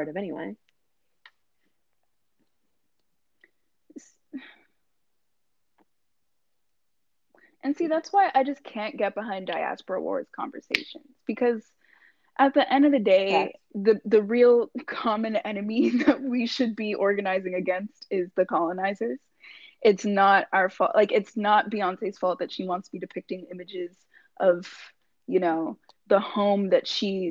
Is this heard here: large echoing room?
no